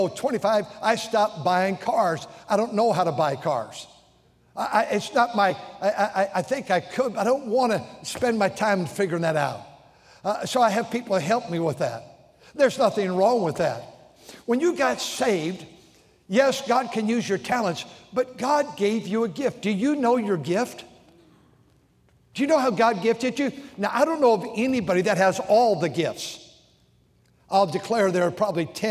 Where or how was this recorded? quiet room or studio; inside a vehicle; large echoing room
large echoing room